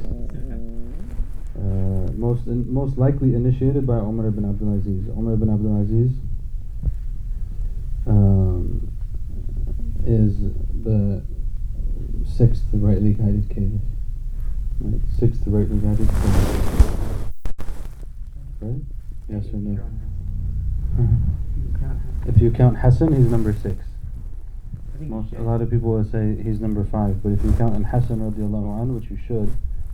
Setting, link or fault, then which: fault, poor sound quality